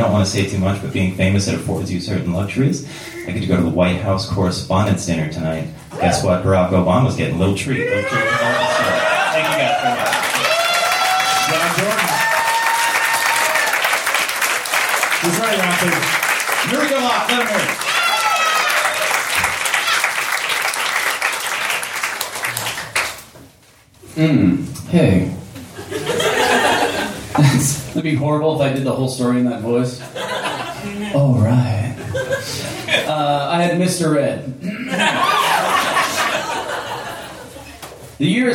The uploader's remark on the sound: Recorded March 22, 2014, at the Blue Monk in Portland, OR.